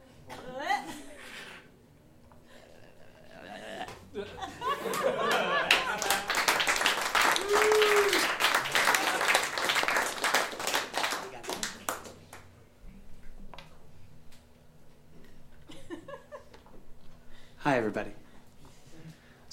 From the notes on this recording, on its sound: Presentation of our live show from 6/30/18 at the beautiful Monocle in St.